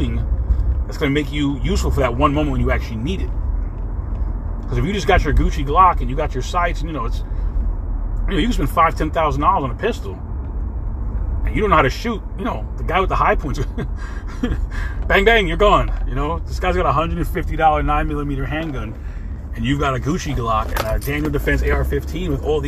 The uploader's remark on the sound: In this CarCast